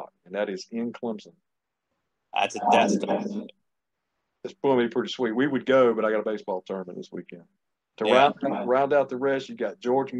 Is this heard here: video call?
yes